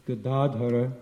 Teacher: the accent's on the second syllable, not on the first or the third